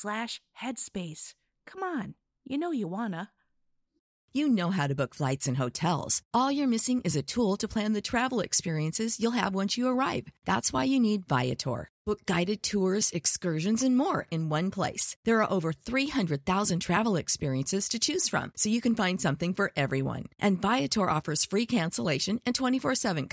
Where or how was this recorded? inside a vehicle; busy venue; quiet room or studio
quiet room or studio